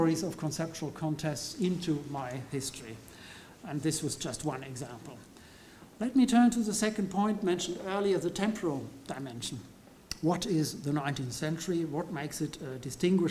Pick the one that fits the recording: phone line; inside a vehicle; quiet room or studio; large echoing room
large echoing room